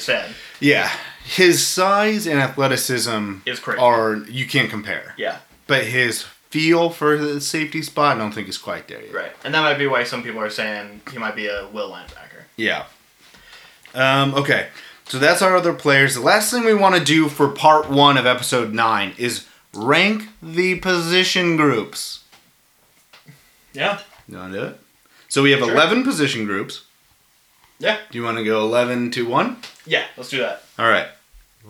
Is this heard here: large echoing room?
no